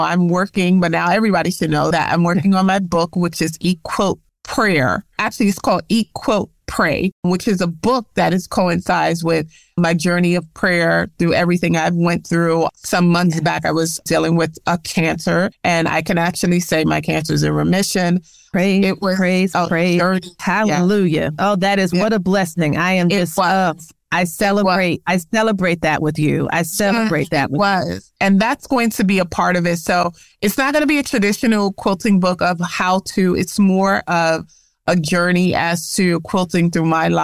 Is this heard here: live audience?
no